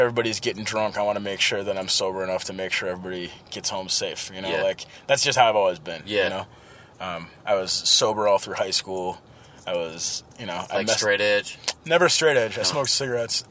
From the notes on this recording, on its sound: rental car outside of the legendary club, First Avenue in Minneapolis